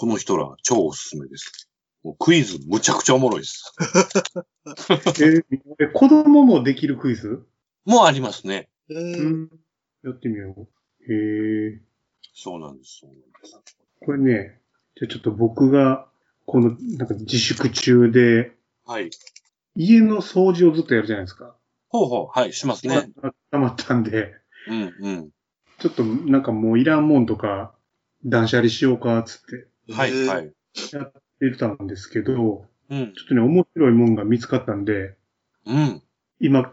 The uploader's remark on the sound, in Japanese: 自粛期間中のオンライン飲み会を収録してみました。酔っ払いのダダ喋り。